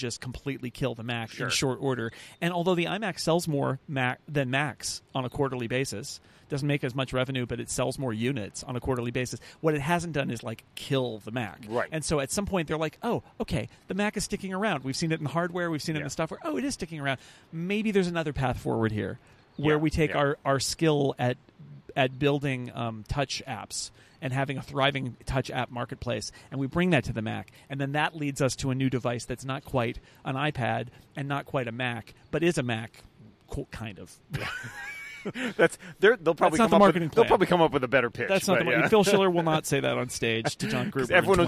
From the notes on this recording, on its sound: This week we recorded outside in San Jose for WWDC.